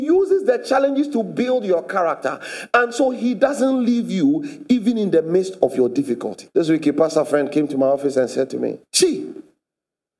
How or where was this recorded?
large echoing room